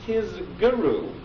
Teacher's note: I voice the k into a g sound. So I've solved the problem of the Zion, but now I've created a voicing problem on the k and turned it into a g.